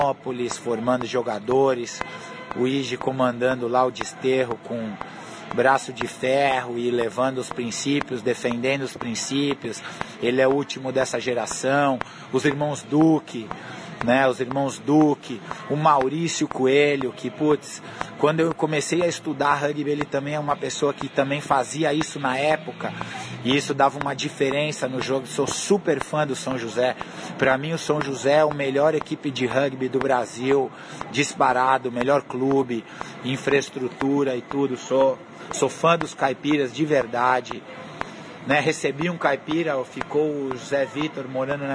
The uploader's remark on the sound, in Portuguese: O papo, gravado em um café semanas atrás